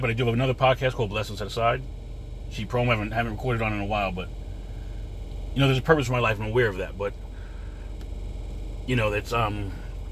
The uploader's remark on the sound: In this CarCast